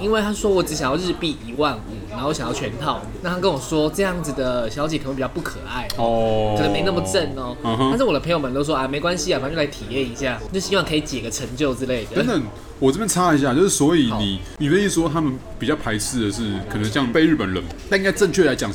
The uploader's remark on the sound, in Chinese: 本集白噪音指數：微風級 2/5。錄音地點： 九州鬆餅 Cafe - 台北富錦店。